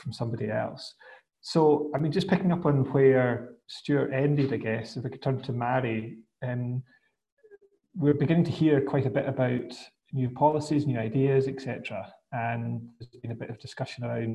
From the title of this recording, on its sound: FAI webinar